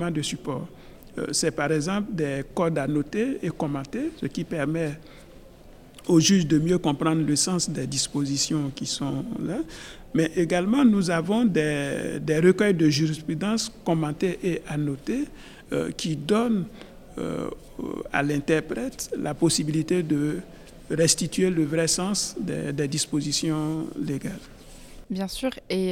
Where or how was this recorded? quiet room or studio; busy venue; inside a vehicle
busy venue